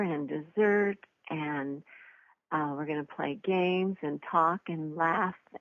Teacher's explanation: she could say an or she could say un, but she doesn't really say that d either way.